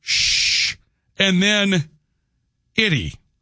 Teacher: He always pronounces city with a sh sound, an sh. So it comes out as sh and then itty.